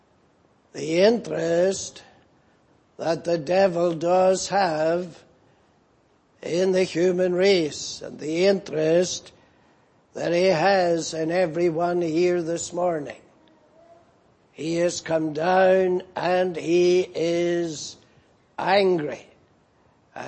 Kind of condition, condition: setting, large echoing room